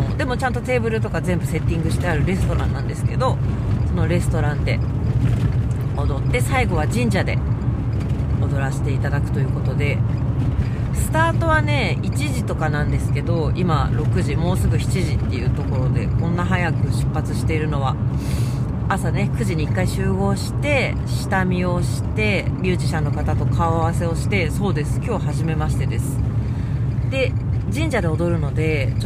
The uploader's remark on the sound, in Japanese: 熱海未来音楽祭に参加するために5時起きで熱海に向かう車の中から&踊り終わって帰る車の中から。